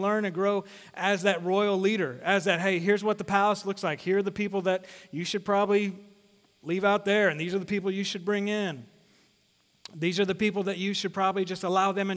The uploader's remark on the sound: Sermon series at The Fellowship in Nashville. Recorded live at The Fellowship at Two Rivers.